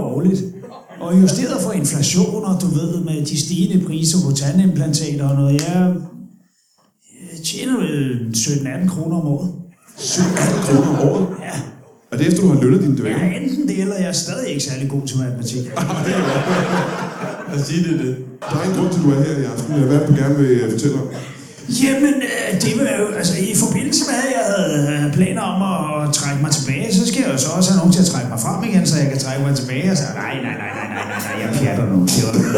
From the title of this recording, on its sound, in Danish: LIVE fra Vejle